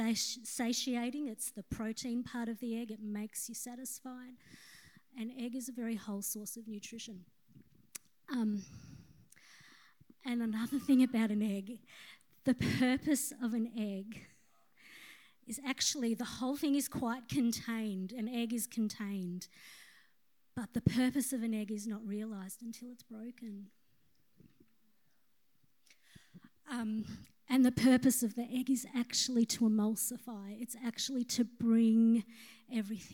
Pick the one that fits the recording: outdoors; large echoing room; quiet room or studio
large echoing room